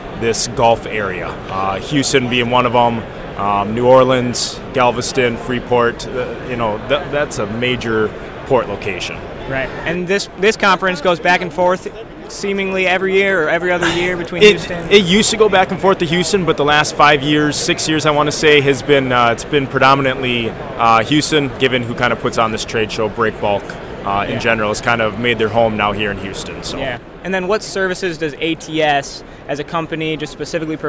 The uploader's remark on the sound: LIVE From The Breakbulk Americas 2022 Trade Show Floor